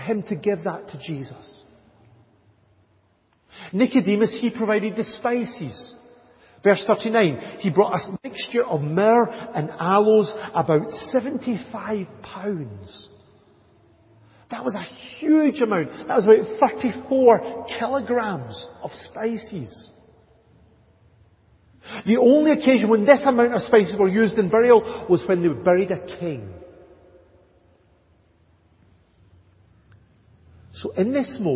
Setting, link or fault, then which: setting, large echoing room